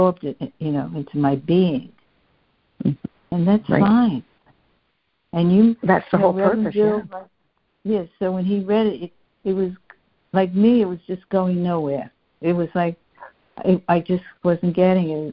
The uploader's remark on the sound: CONF CALL. A Course in Miracles [ACIM] Students are joining together on a Free Conference Call to study A Course of Love [ACOL].